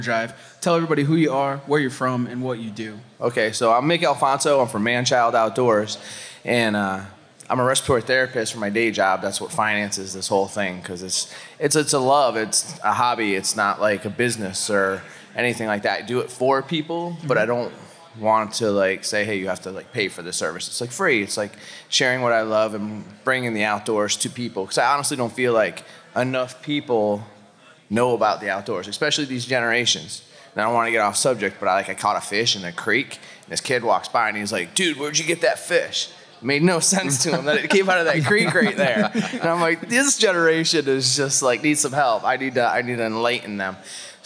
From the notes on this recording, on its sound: Joins us on the Mainstage at Huntstock 2022. Huntstock 2022 Live.